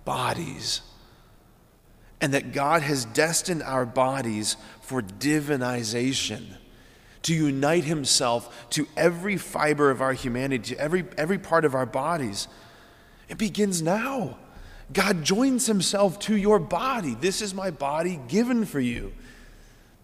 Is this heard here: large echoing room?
yes